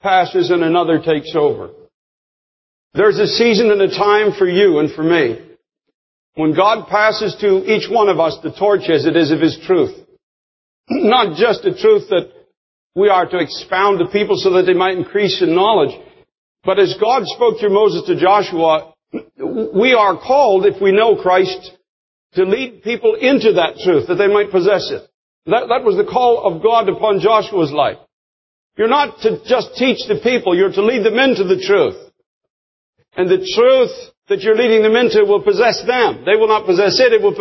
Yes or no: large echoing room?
yes